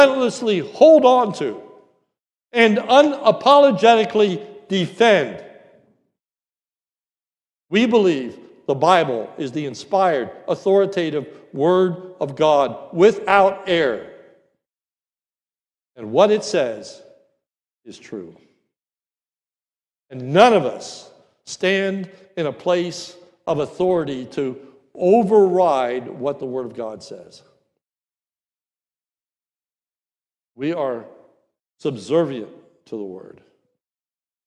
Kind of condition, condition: setting, large echoing room